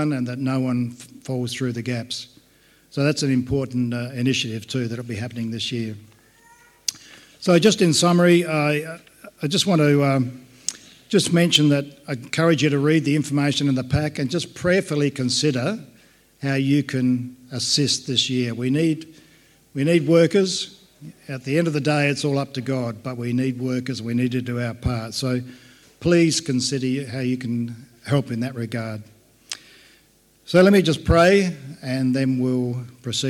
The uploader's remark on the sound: Recording of our service for Vision Sunday, Jan 28, 2024.